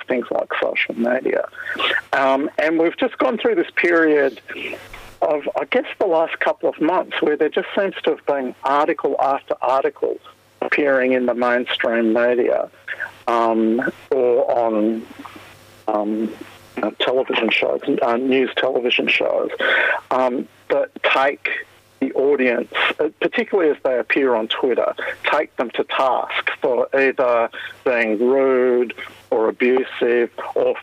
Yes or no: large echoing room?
no